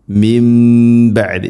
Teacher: സാക്കിന നൂന് ശേഷം ബ ആണ്, ഇഖ്ലാബ് എന്നാണ് പറയുക. നൂനിനെ മീമാക്കി മാറ്റി മണിക്കണം